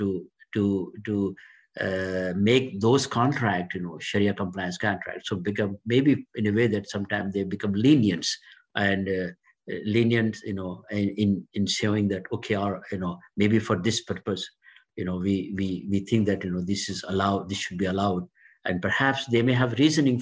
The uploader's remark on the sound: This public talk was conducted online via Zoom